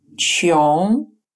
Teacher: произносится как сочетание русских звуков «ён», только звук «н» носовой · Term: носовая финаль